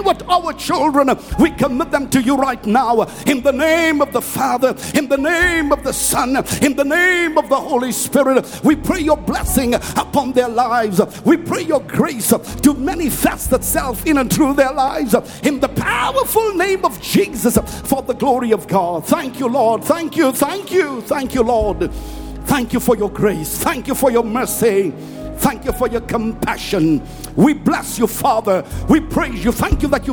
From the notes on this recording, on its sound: preached at Grace Bible Church Pimville on the 06th of June 2021